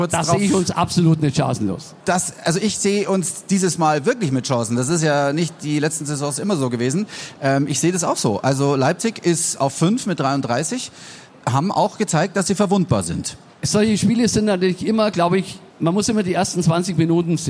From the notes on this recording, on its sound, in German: Live von der Afa in Augsburg.